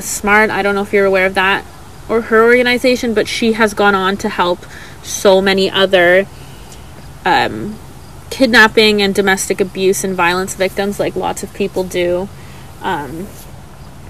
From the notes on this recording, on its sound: Apologies for background noise.